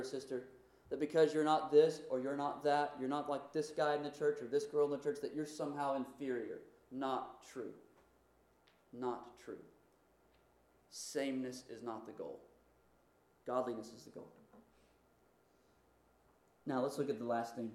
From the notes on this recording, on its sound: Due to technical error this recording is inconsistent in quality and volume.